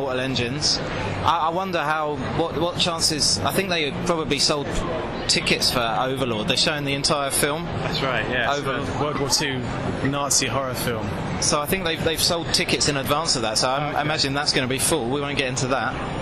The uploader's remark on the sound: Record a podcast live from the convention floor at this October's MCM Comic-Con London. A little shorter and a lot noisier than usual.